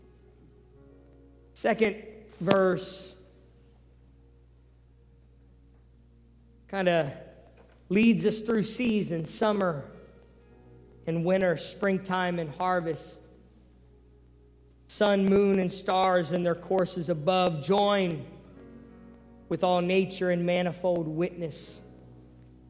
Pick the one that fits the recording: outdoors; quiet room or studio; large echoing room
large echoing room